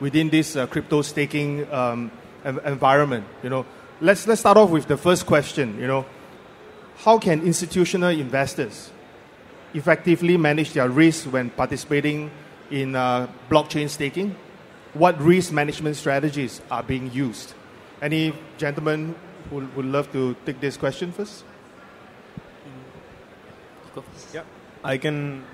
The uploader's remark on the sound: Panel Discussion at Crypto Expo Asia 2023